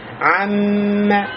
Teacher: мим тянется в течение двух огласовок. И когда мы это произносим, у нас принимает участие также носовая полость.